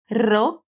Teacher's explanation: Os dois R's, que têm essa vibração bem forte